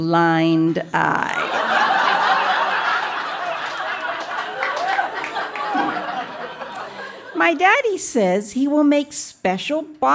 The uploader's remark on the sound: Recorded live at the Mercury Room in Edmonton, AB.